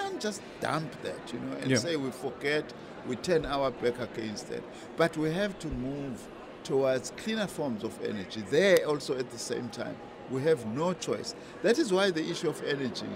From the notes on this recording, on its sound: We continue our broadcast live from the World Science Forum at the Cape Town International Convention Centre. Stakeholders in the science field from companies to universities and government departments are gathering here.